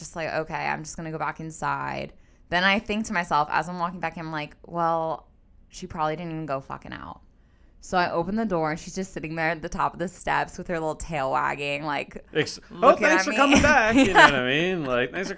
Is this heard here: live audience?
no